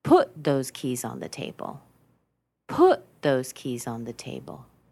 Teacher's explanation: notice how I'm really stressing the word put.